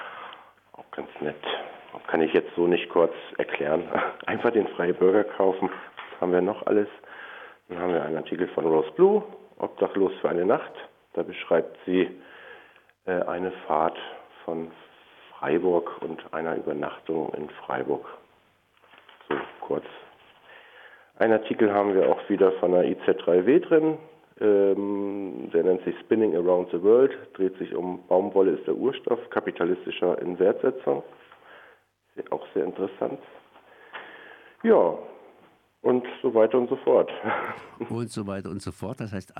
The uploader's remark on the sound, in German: Heute mal eine Woche später und am Telefon.